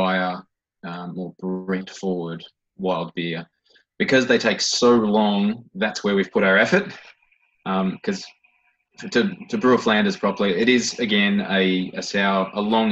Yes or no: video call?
yes